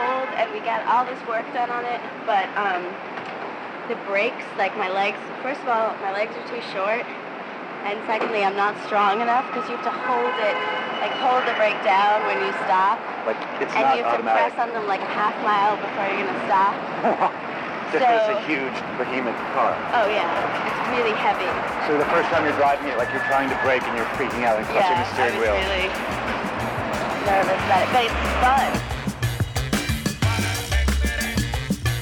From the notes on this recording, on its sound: Fall 1998 // NYC restaurant // Cassette tape recorder